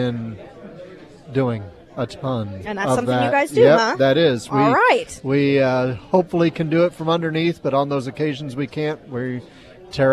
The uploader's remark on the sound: live at Scramblers Diner.